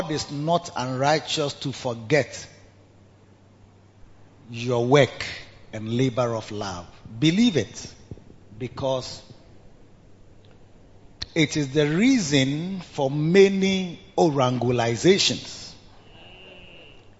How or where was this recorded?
large echoing room